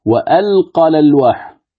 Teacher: من غير مد بعد القاف، من غير مد بعد القاف.